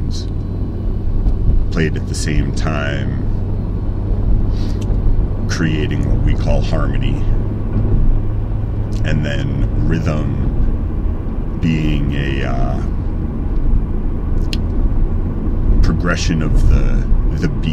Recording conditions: background noise